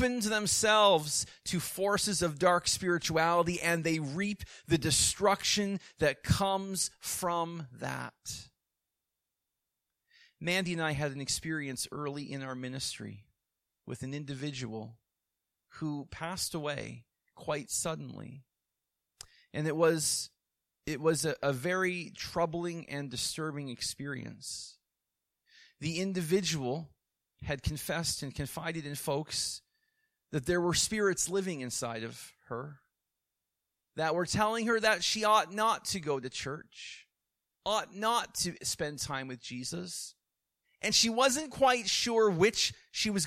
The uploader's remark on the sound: preached in the AM service